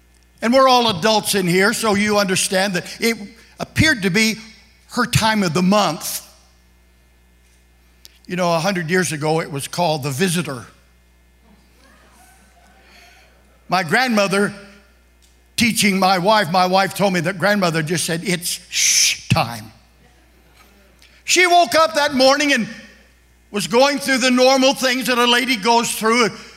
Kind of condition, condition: setting, large echoing room